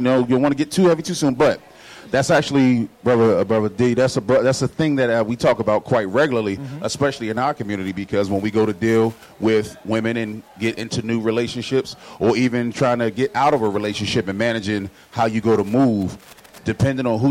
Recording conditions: live audience